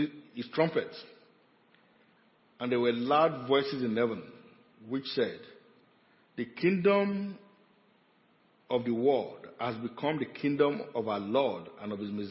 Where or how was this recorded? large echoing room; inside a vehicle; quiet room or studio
large echoing room